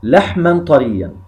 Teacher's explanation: إذا ما وقفنا على كلمة لحما فإننا نبدل هذا التنوين ألفا ونقف عليها بالمد الطبيعي الذي هو مقداره حركتان · Term: مد العوض